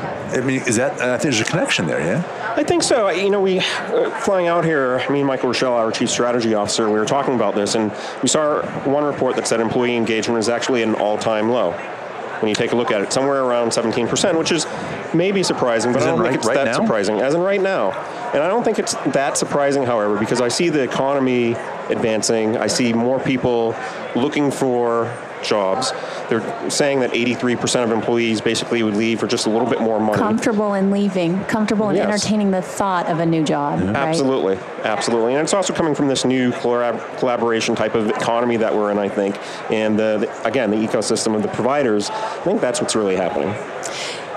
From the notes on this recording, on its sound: LIVE from Las Vegas, at #HRTechConf